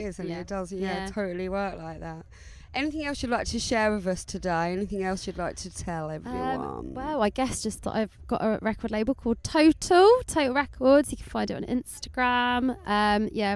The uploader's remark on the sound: A quick chat in the studio van at Brighton Music Conference. Recorded live for istreem.tv.